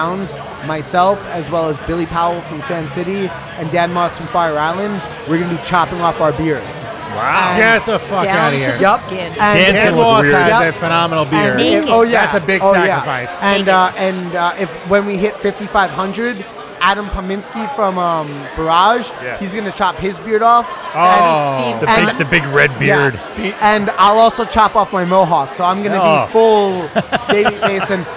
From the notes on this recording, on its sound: broadcasting live from Croxley's in Farmingdale for LI Craft Beer Week